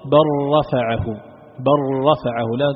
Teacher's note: فهذا في إدغام اللام في الراء وتظهر الشد على الراء